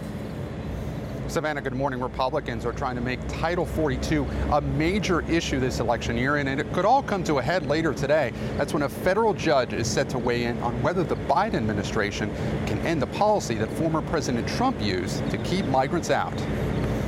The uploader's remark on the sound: live from Everest basecamp.